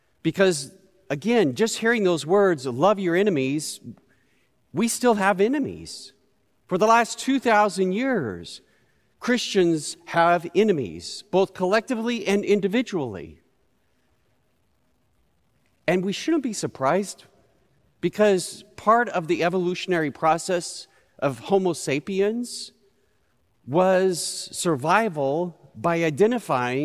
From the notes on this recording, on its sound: Recorded live at Beatitudes Church in Phoenix, AZ.